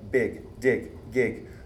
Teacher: in English, the voiced stops, BDG, at the beginning of words, after a pause, right, are essentially voiceless, unaspirated stops